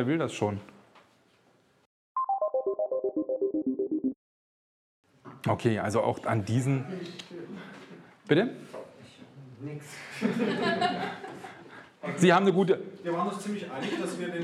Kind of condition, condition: setting, live audience